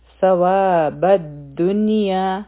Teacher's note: دلته نه الف ویلی کیږي او نه لام